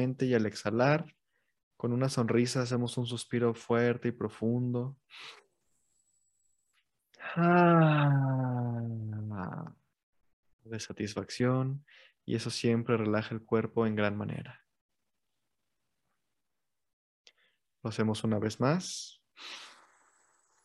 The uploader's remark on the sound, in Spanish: Posteriormente se graba y se sube como podcast.